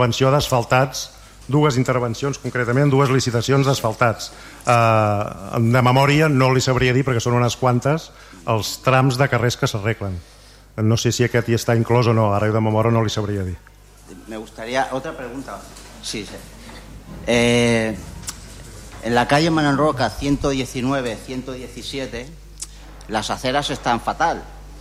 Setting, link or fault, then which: setting, large echoing room